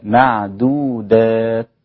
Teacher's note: وتقف على التاء هكذا بالهمس اللطيف دون القلقلة أو تحريك الصوت بشدة